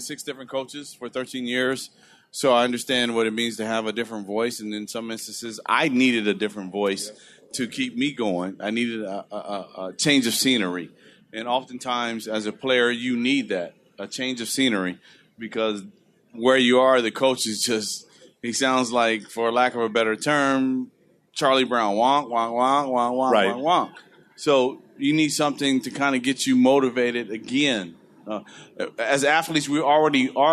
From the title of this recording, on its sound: Live At Sports Fest